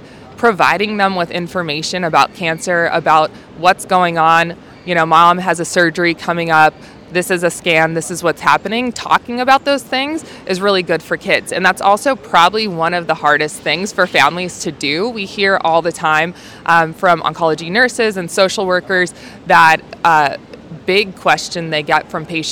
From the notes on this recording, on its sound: Listen in to this podcast recorded live at the 2023 American Society of Clinical Oncology (ASCO) Annual Meeting.